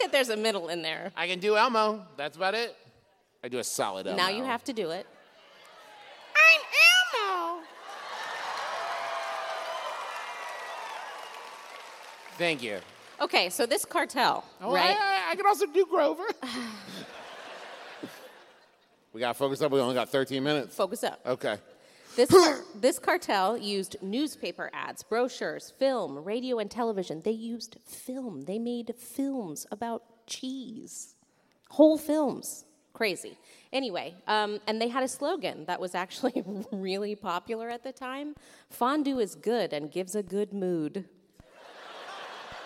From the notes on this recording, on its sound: it was recorded live in Nashville!